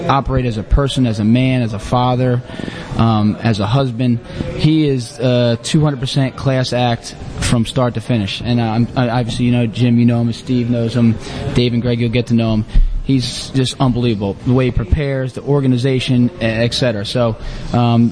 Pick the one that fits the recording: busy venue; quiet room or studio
busy venue